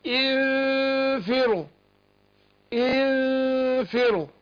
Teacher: الفاء بتخرج من بطن الشفة السفلى مع أطراف الثنايا العليا